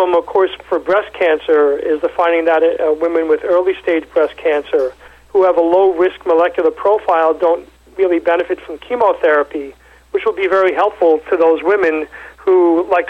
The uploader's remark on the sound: called in to SmallCapVoice.